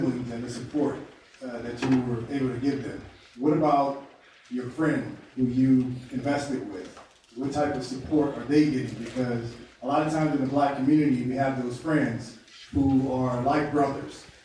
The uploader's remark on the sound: In this live recording of the podcast. Inspires the audience to stand up, give hugs, and say “I love you.”